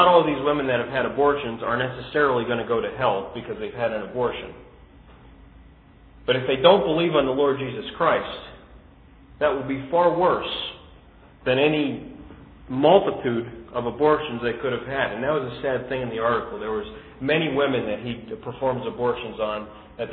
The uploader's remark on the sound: This podcast is a good news message given at the Brookfield Gospel Hall in Brookfield, CT in 2005.